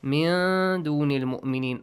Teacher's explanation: Hide the sound of noon. And also produce a nasal sound, prolong it for two counts. · Term: Ikhfa